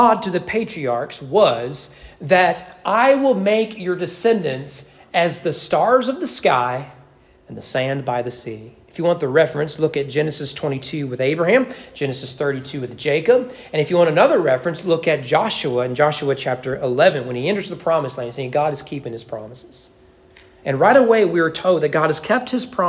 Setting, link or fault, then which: setting, large echoing room